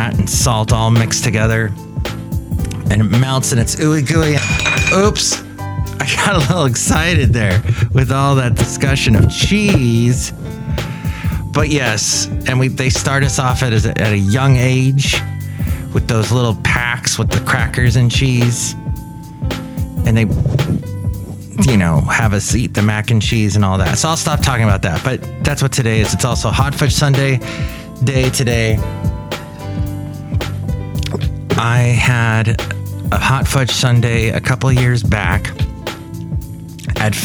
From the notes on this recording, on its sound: podcasts live from Café Anyway